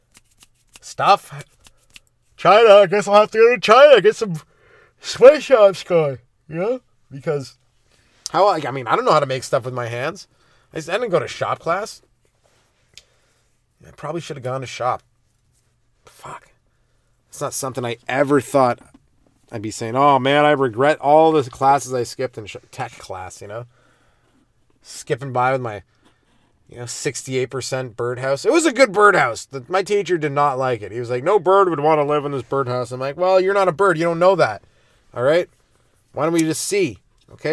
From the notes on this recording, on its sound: This week its coming to live from the Comedy Padcast Studio headquarters in the front seat of my CRV parked in a driveway.